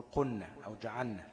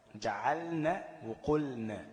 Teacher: أظهرت اللام في الفعل عند النون ولم تضغم فيها · Shown in: second take